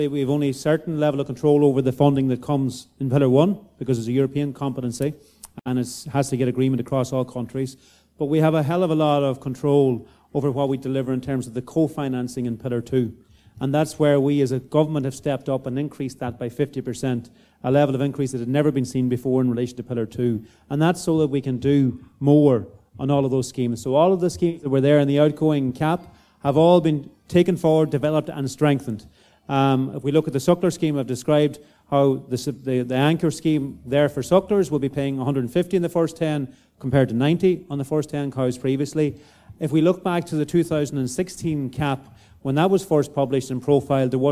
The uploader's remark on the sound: At the Beef2022 Open Day. This Beef Edge bonus episode is a recording of that question and answer session.